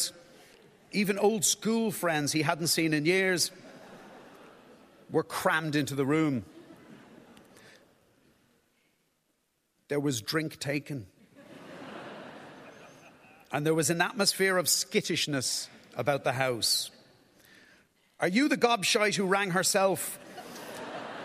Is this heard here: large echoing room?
yes